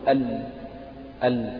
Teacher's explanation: فقالت أن الصوت في حالة اللام تجد أن الصوت ينحرف الصوت عن طرف اللسان إلى الجانبين، ينحرف الصوت يعني المفروض أن طرف اللسان يجي يصطدم باللثة، فتشعر أن الصوت قد انحرف إلى الجانبين وصار يعني في خروج يعني من الجانبين. تقول ال يعني نتيجة يعني اصطدام الحافة الأمامية للسان باللثة، فأصبح الصوت يعني في خروج من الجانبين. · Term: صفة الانحراف